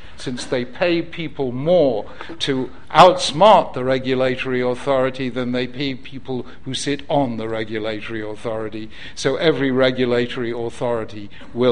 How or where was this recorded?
large echoing room